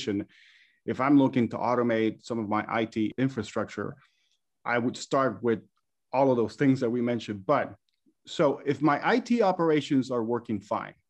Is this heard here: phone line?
no